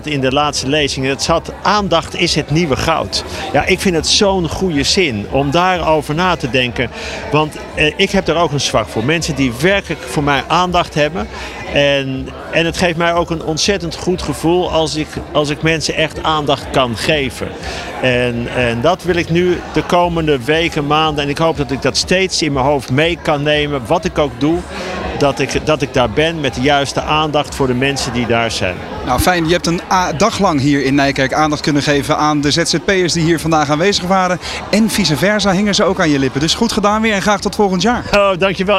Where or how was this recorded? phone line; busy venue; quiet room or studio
busy venue